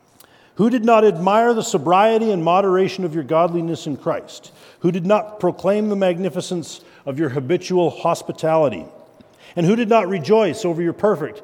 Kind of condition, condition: setting, large echoing room